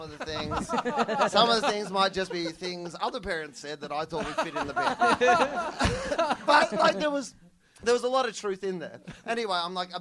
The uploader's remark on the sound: Recorded LIVE at the Sydney Comedy Festival, April 27, 2013.